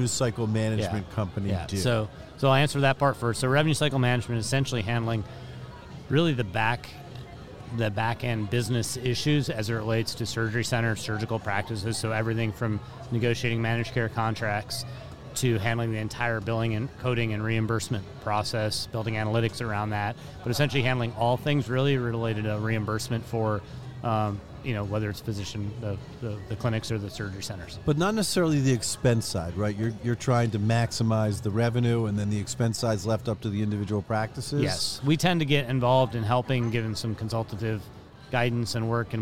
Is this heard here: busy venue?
yes